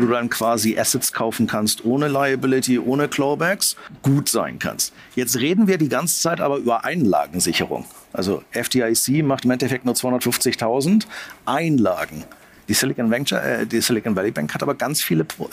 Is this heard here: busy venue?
yes